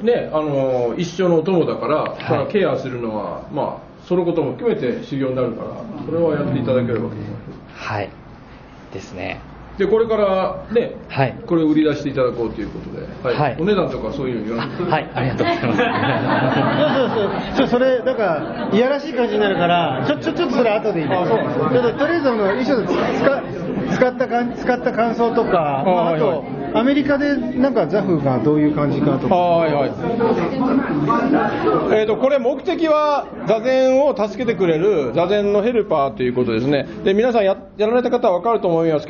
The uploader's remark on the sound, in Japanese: 磨塼寺一周年記念公開収録！磨塼寺”が開山して一周年記念のイベントから。公開収録したものをお届けいたします。全国から愉快な学びの仲間が集った。後半はポッドキャストの公開収録として。